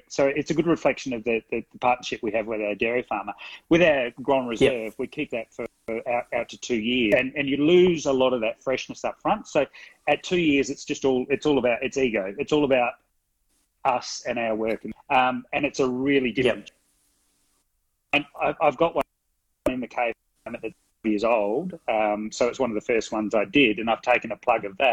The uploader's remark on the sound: the recording from the live Instagram chat